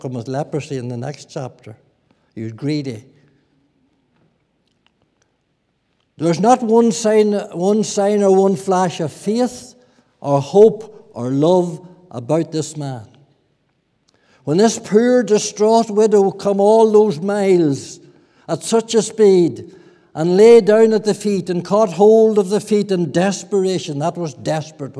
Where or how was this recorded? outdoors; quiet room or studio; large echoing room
large echoing room